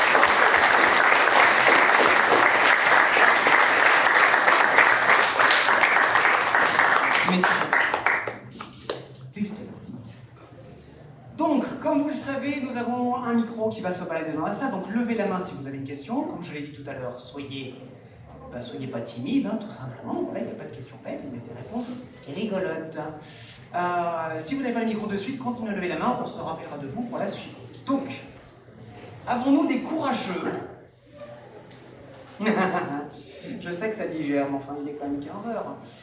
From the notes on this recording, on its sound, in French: Seconde conférence enregistrée lors de POPCON 2020.